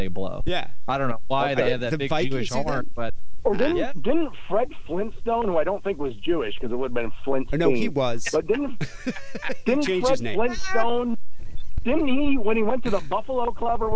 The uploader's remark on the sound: Phone calls.